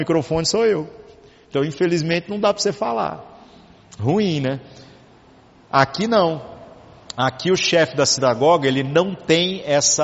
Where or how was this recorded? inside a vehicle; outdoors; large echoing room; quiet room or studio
large echoing room